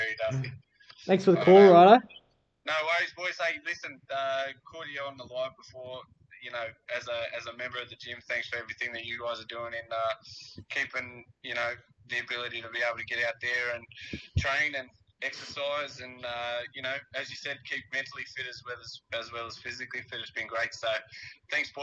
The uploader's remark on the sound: Special phone guest